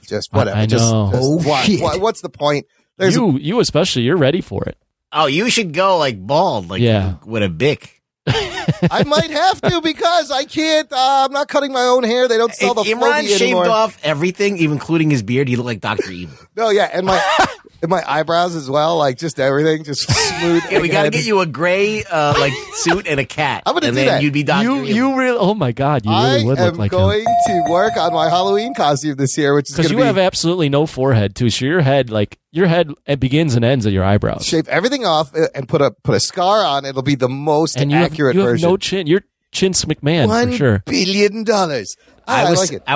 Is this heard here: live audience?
no